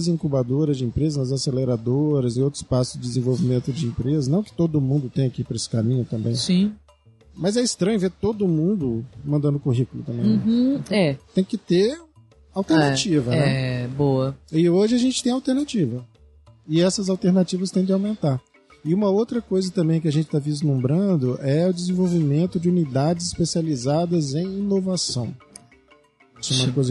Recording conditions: busy venue